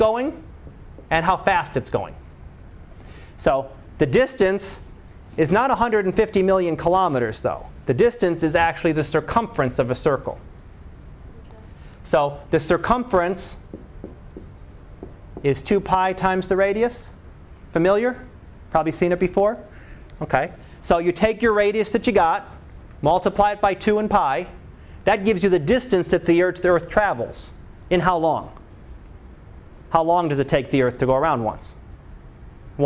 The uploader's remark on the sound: Live Class Lecture.